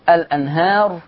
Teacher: الأنهار نقل فتحة الهمزة إلى اللام